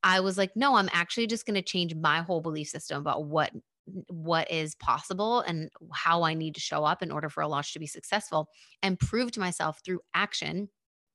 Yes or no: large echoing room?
no